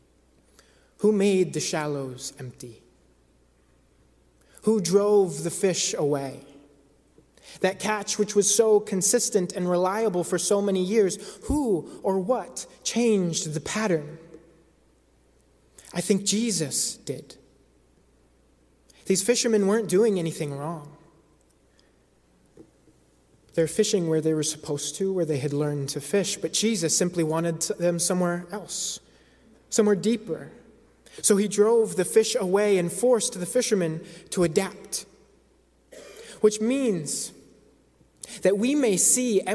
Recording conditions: large echoing room